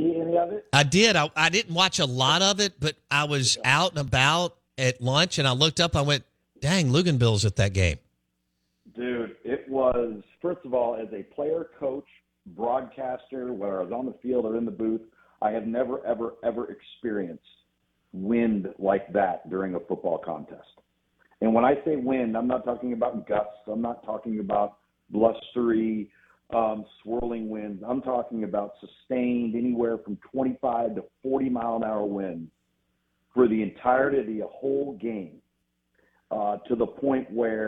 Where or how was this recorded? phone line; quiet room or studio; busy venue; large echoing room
phone line